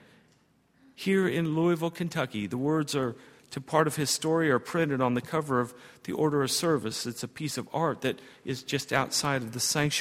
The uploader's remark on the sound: at Highland Baptist Church.